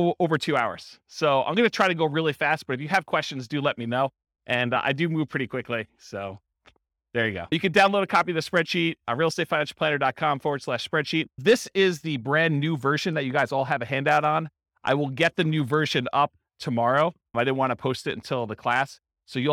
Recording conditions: live audience